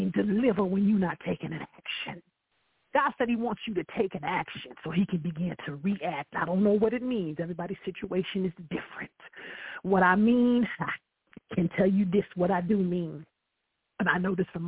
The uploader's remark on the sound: I welcome live callers to dial. Any Imprudent calls will instantly be disconnected.